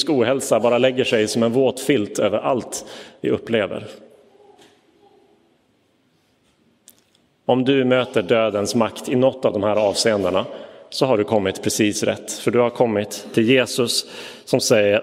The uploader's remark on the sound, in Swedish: Inspelad i Roseniuskyrkan den 6 november 2022.